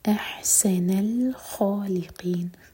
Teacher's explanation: سین پر سیٹی والی آواز